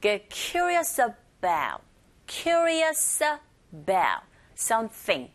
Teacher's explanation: 앞에 나와 있는 단어 curious의 s와 연결되어져서 열음 현상이 일어나게 되죠. 그래서 우리에게 들리는 소리는 get curious about, curious about something.